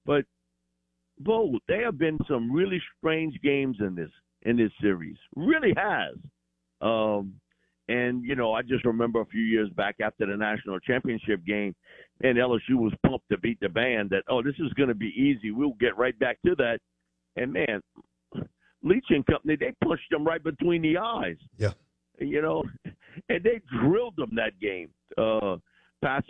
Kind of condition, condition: link, phone line